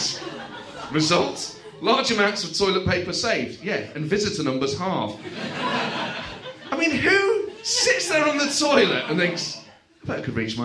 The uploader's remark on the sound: joined on stage this month